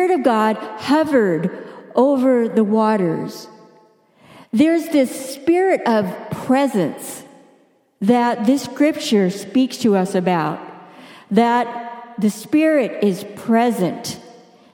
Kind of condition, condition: setting, large echoing room